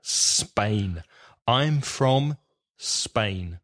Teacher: So, for example, where we in British English would say Spain, there's no E at the beginning of that word. It's just the S sound